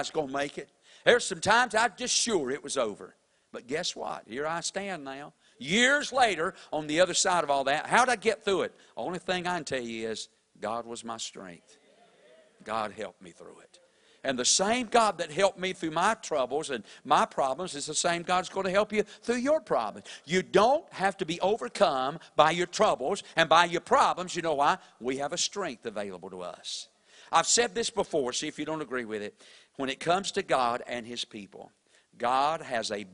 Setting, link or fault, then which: setting, large echoing room